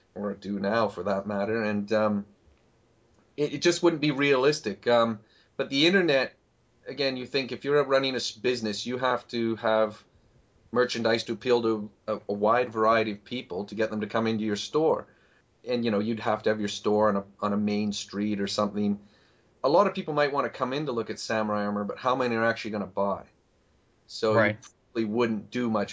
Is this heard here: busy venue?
no